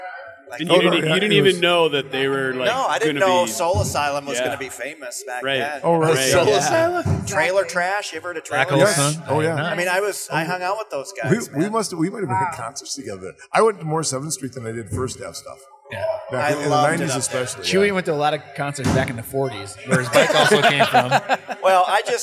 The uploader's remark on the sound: Live from Limestone Brewery at May Day Mayhem in Osage, IA.